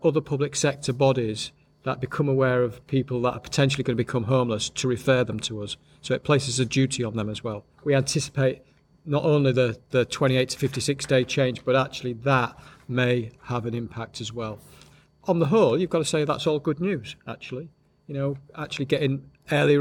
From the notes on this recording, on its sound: This podcast episode was recorded as a panel discussion at Hull and East Riding Citizens Advice Bureau's 'Helping People Through Crisis' event.